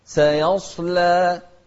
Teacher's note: السين مرققة والصاد مفخمة واللام أيضا مرققة